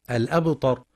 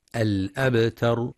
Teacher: وبعضهم يفخم التاء فيقترب لفظا من الطاء الأبطر، والصواب ترقيقها الأبتر، وينتبه القارئ لقلقلة الباء الساكنة.